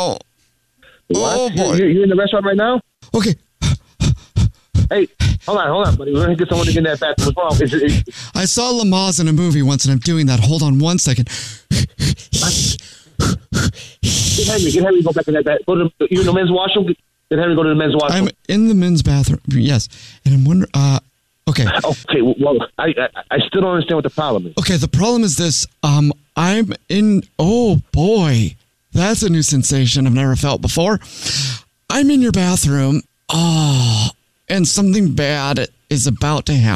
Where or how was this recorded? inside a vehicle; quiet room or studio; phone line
phone line